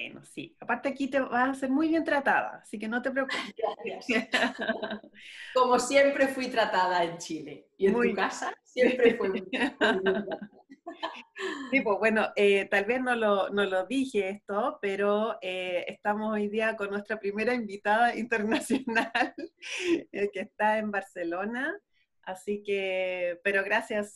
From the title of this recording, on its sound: Zoom Session